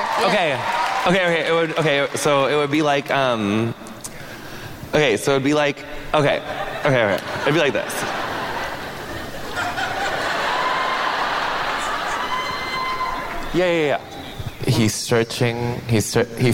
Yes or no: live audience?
yes